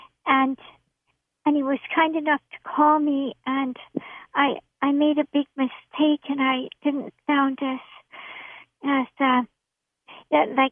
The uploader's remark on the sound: field phone calls from listeners